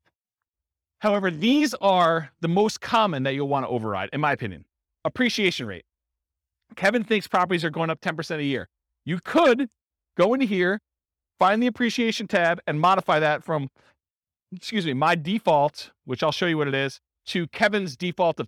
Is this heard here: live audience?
yes